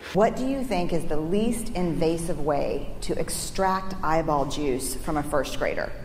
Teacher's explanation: she's often sitting on her pulse register, which means she's kind of keeping her voice up high, but she's slowing down her vocal fold vibrations. And so it's making a croaky sound.